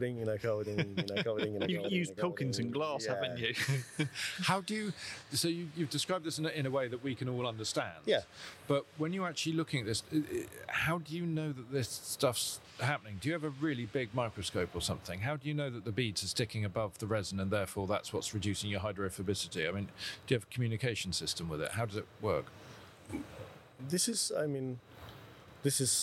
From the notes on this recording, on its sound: in a special podcast recorded in Frankfurt at Automechanika 2022